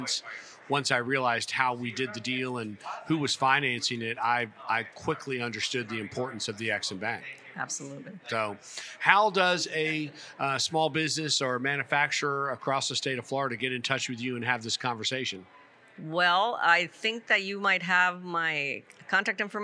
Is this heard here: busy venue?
yes